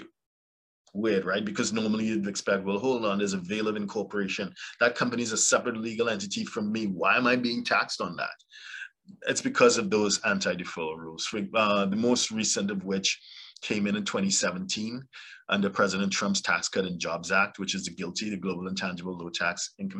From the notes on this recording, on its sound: LIVESTREAM. Zoom link will be provided 24 hours in advance via an eventbrite message. For those joining us on Zoom.